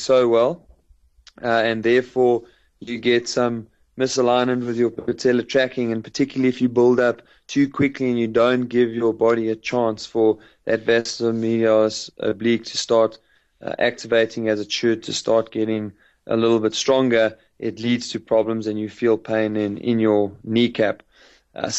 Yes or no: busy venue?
no